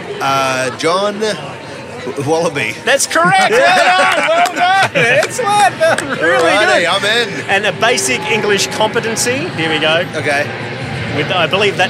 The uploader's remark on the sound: To celebrate the start of the Sydney Comedy Festival we put the RØDECaster Pro II in a duffle bag and headed to the Factory Theatre courtyard. One of the only arts venues in Sydney which boasts a commercial airliner flying overhead every 10 minutes.